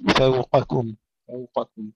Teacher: في كلمة فوقكم ننتبه إلى ترقيق الفاء والواو، إذا كل الكلمة مرققة إلا القاف